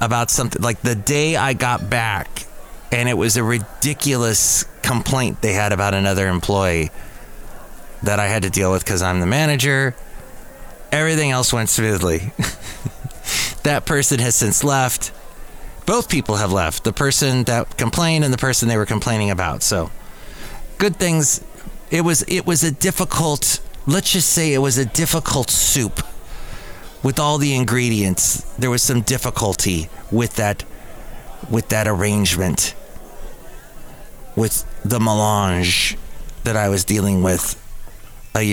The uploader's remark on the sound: podcasts live from Cafe Anyway